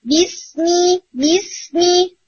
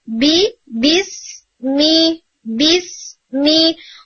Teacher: scene भी दबा दबा आएगा, घुटा घुटा उसकी साउंड, उसकी घुटी घुटी साउंड होगी · Shown in: first take